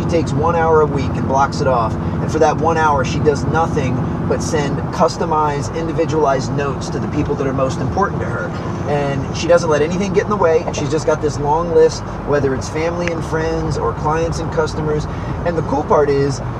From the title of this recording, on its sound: Two Coaches in a Benz